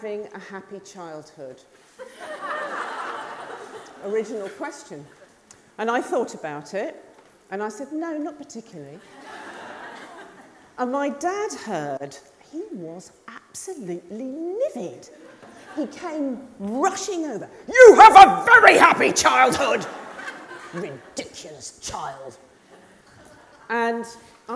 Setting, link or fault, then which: setting, live audience